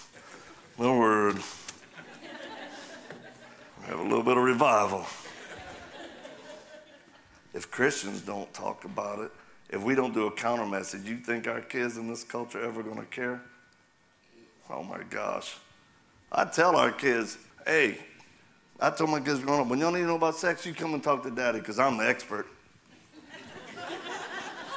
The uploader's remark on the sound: continues his talk at Calvary Chapel Joplin